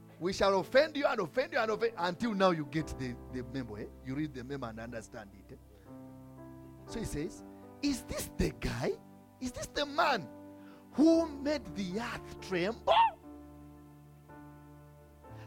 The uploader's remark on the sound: from the Limitless Worship Fellowship recorded on 27th May 2022